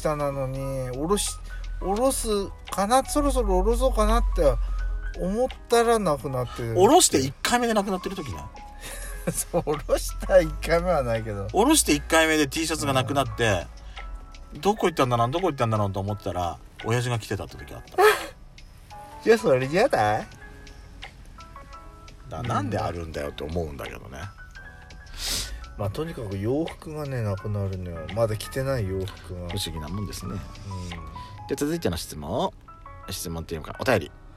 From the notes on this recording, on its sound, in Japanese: 2人組。パーキング収録。